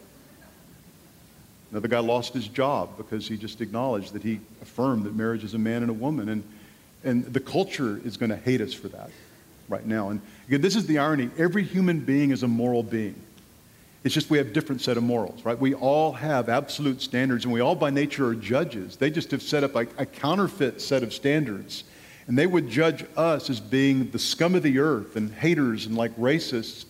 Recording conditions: live audience